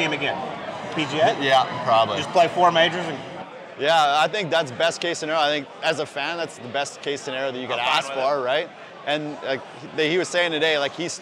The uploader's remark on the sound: Live from Savannah Brewing Co. In Augusta.